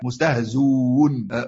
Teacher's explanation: المذهب الرسمي حذف الهمزه وضم ما قبلها